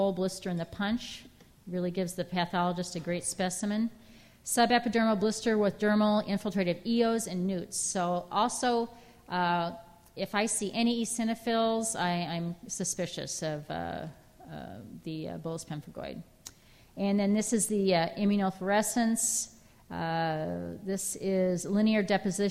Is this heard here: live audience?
yes